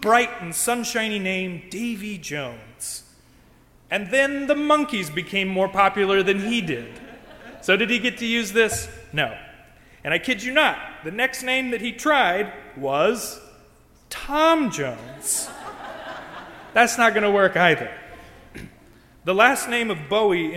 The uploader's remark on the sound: During the Crossroads service (9:30 am) on Sunday June 12, 2016, at First Presbyterian Church of Arlington Heights, Illinois. Part of Music Appreciation Sunday.